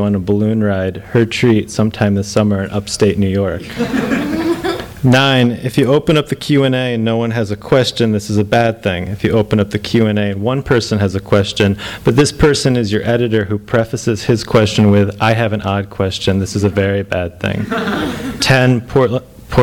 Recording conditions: live audience